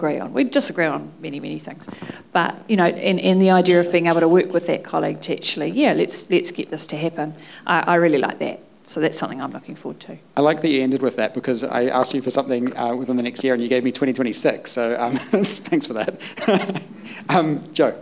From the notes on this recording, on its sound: A live panel discussion at the Factory Theatre on Monday 3rd April 2023. The Onehunga Business Association invited local leaders in business to a live panel discussion at the Factory Theatre.